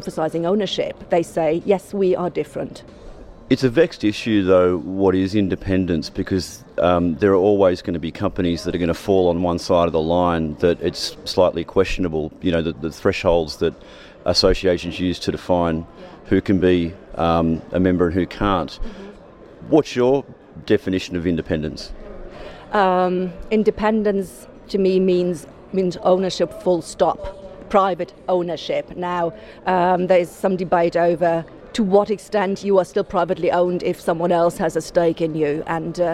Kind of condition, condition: setting, busy venue